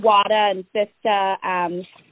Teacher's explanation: So Wada and Sista, linguists call this R-lessness or non-rhoticity. It's the variable absence of that R pronunciation, especially in post-vocalic syllables, like at the end of a syllable.